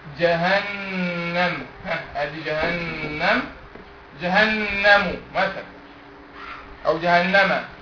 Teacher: جهنم هي النون عليها شدة فحكمها غنة. الميم مش عليها شدة فمالهاش حكم غنة ولا حاجة